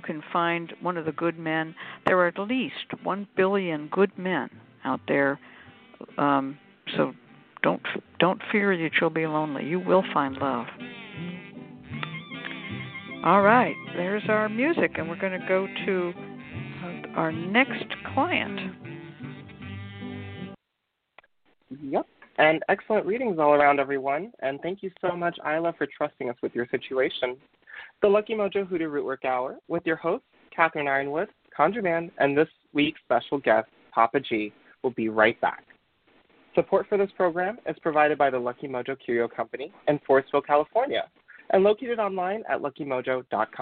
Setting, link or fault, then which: link, phone line